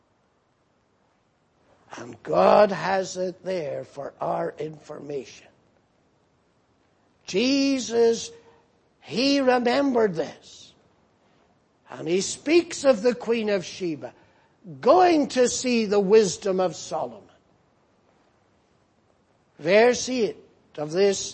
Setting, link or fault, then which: setting, large echoing room